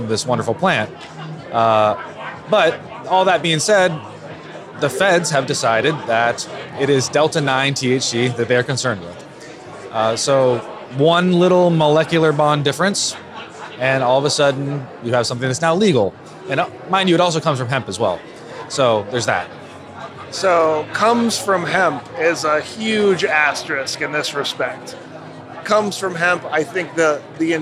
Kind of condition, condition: setting, busy venue